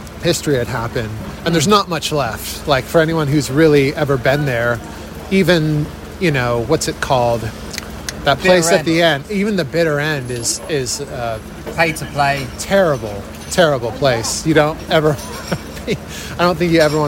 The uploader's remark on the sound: Live from legendary London cafe 'Bar Italia'. Sipping a rain-diluted latte.